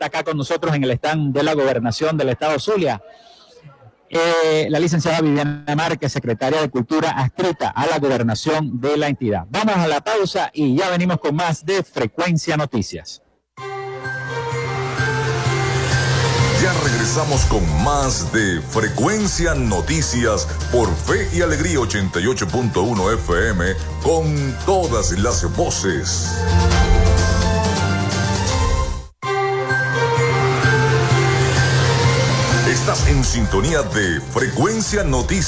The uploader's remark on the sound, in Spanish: Especial En Vivo desde Expo Zulia 2023. Transmitimos en vivo y directo desde la exposición más grande del occidente venezolano, ExpoZulia 2023, en el hotel del lago.